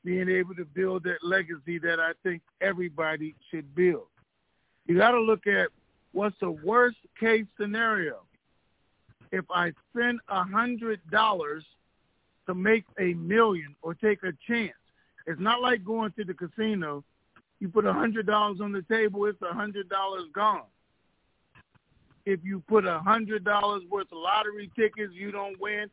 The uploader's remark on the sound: Conference Call